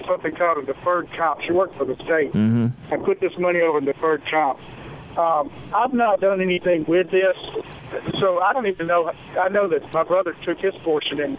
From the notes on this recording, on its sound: take listener phone calls